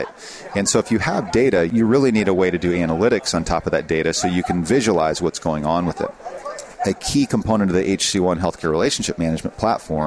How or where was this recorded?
busy venue